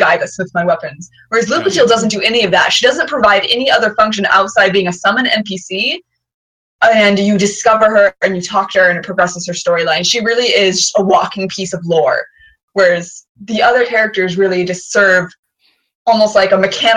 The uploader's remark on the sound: The audio in this is FINE, but as you might imagine, having four people on the same track isn't ideal. I think it's perfectly listenable, just a bit...chaotic, which I think suits the tone of the conversation.